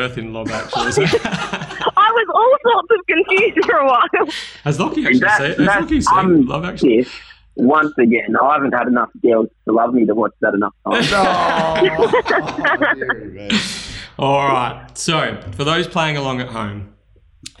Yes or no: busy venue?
no